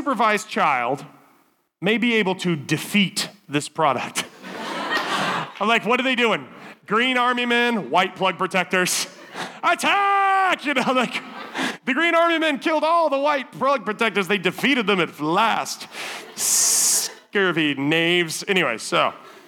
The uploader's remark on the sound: Summer Camp Wk7. Evening speaker recordings at our Frontier Town teen summer camp services.